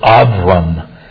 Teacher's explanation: In Hebrew, by the way, there's no real B. It's pronounced more like a V.